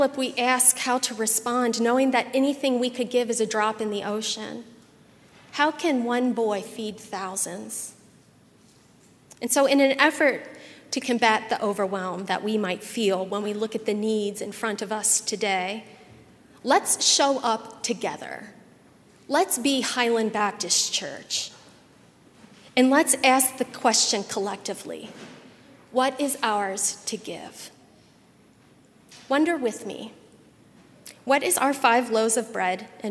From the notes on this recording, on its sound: at Highland Baptist Church, Louisville, Kentucky